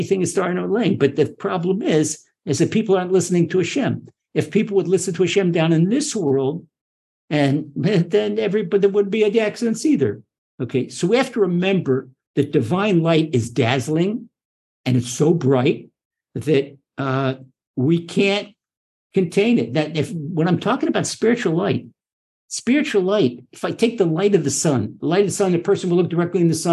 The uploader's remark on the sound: Recorded via TORCHzoom.